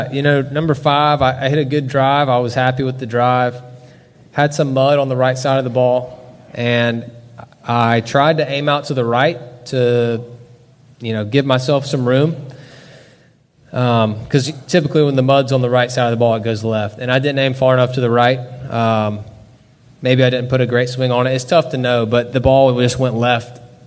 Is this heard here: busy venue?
yes